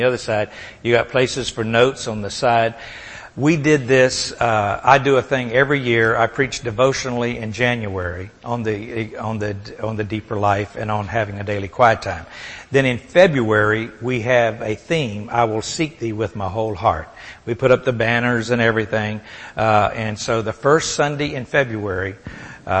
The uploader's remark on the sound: Recorded at the Solomon School of Grace Fellowship Int'l in Pigeon Forge, TN